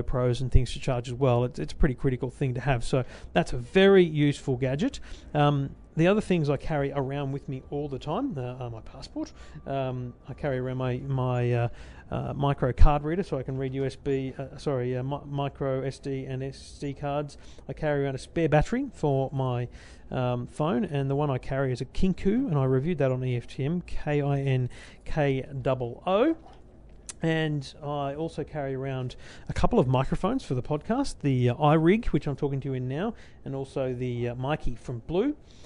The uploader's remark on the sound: My Show Floor Preview Of CES. Your Tech Life LIVE from CES 2015.